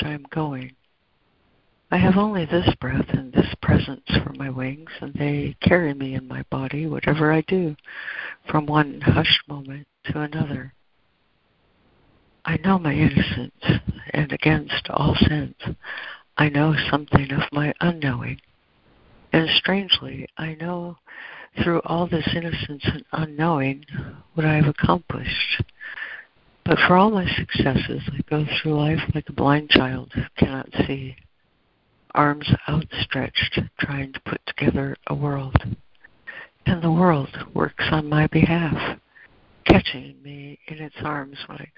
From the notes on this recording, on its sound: ACIM Daily Conference Call